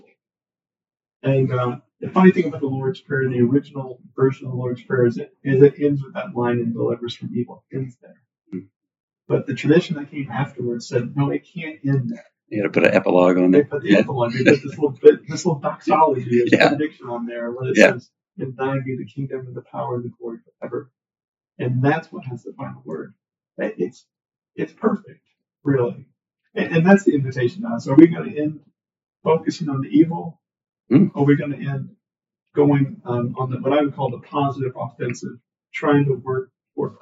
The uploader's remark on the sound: There were some audio issues when recording this episode